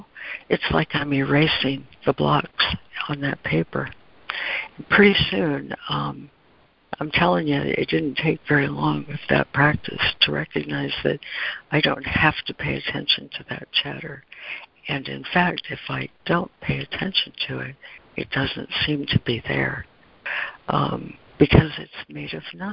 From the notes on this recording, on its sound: ACIM Daily Conference Call.